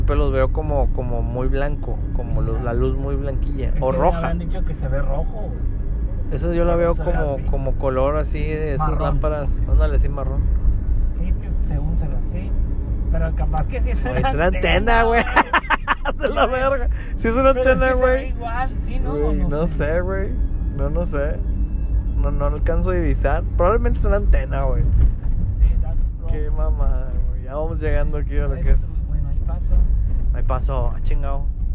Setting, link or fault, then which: setting, outdoors